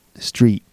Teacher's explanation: So the tongue is going into the T position, but it's not fully making it.